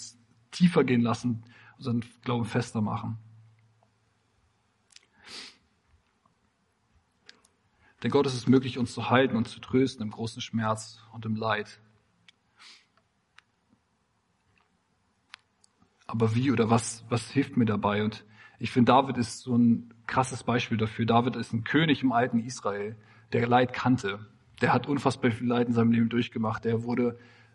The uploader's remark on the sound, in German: Predigt im Rahmen des GreifBar+ Gottesdienstes